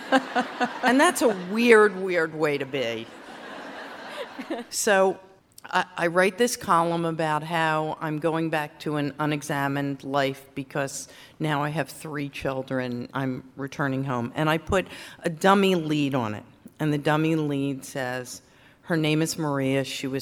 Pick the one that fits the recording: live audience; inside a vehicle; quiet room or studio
live audience